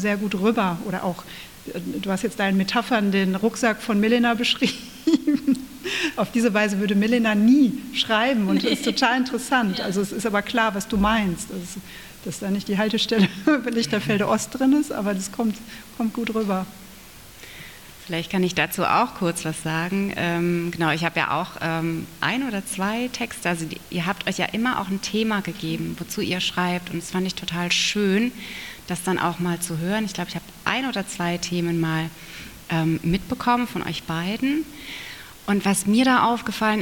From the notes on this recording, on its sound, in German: Mitschnitt der Veranstaltung am 10.12.2022 in der Aula der Gertrud-Luckner-Gewerbeschule